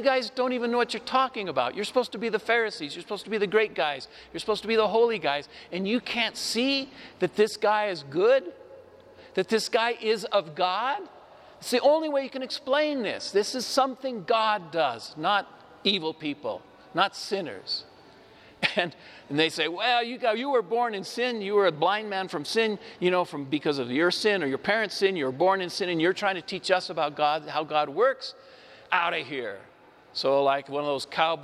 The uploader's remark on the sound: Homily delivered to the Saint Francis Catholic Community of Cuenca, Ecuador, (Iglesia de San Francisco).